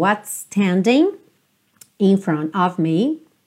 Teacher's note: Não se preocupe em falar os dois S's separadamente. Vai direto.